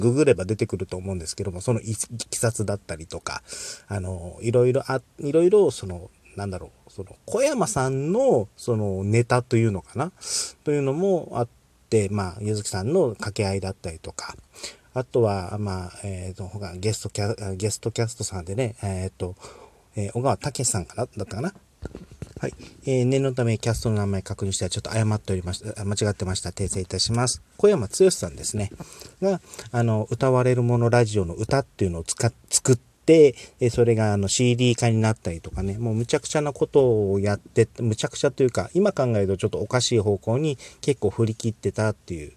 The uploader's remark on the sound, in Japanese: クーラーかけないでの車中収録、眠気もあってかトークが安定してません（いつものこと）。